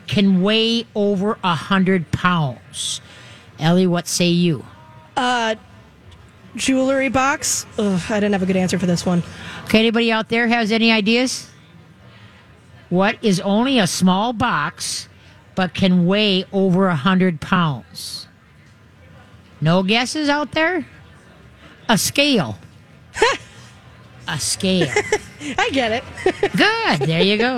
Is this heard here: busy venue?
yes